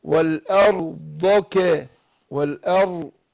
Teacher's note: شوف الراء بينها بدون تكرير